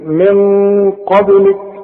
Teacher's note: القاف مفخمة، هنفخم الغنة من اجل القاف دي، والغنة هتخرج من الخيشوب من المناخير كده، هنقول من قبلك خلاص.